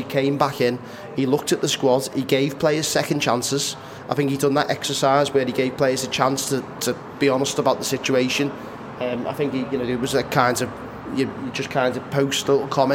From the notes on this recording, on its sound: Live from The Baltic Fleet.